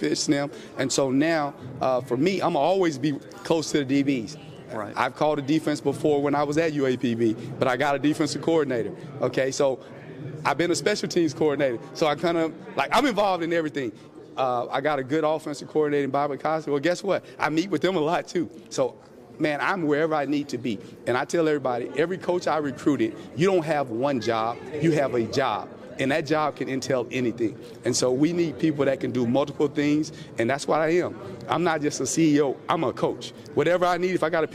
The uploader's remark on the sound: live from SWAC Media Day in Birmingham, Alabama